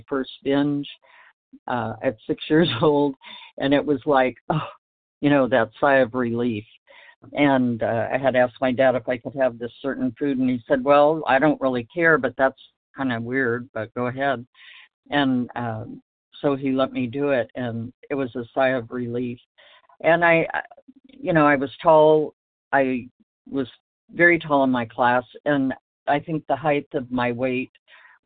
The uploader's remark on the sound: from the 100 Pounders Phone Meeting